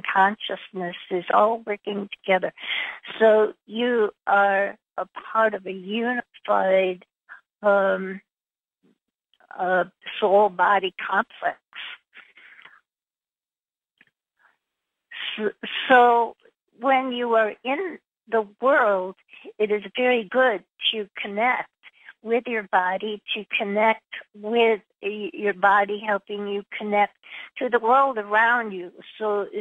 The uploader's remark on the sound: Conference Call LIVE